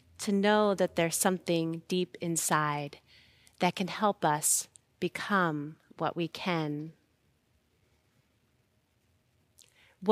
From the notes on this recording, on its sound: Recorded live at Beatitudes Church in Phoenix, AZ